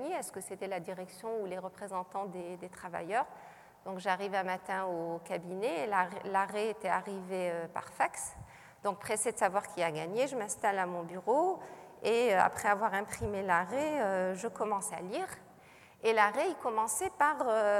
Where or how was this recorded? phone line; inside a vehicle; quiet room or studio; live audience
live audience